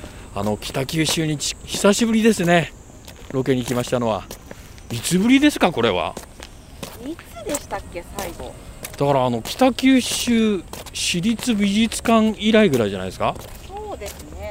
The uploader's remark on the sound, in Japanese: アウトレットを歩く／ジ・アウトレット北九州。鳴り物入りで開業したジ・アウトレット北九州（北九州市）。オープン３カ月の様子を施設の境界線を歩きながら伝える。